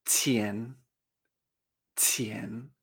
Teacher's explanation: Pero tenemos que tener en cuenta que las terminaciones ian n en chino se pronuncian yen, es decir, como si fuera una I-E-N. El pinyin siempre lo veremos I-A-N, pero nosotros mentalmente tenemos que hacer ese cambio y pronunciarlo con E, yen.